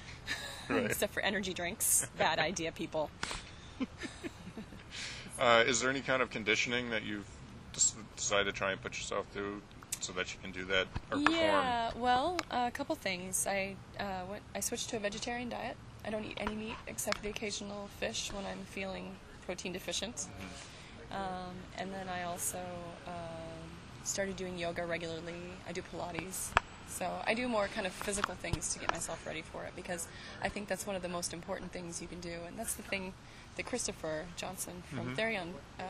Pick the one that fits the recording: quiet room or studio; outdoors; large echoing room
outdoors